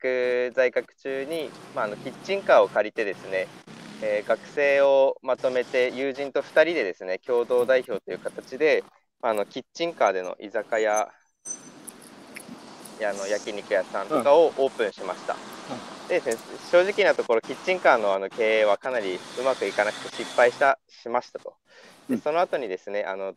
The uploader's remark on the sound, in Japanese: 歩きながら1時間、対談する